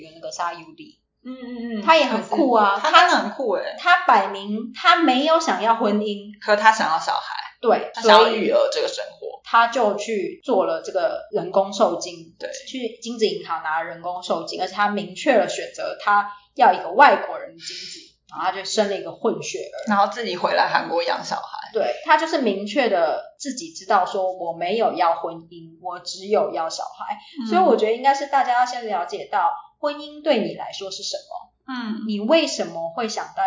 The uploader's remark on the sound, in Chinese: 很抱歉目前持續調整錄音環境及設備。但還沒有辦法錄製出很好的音質。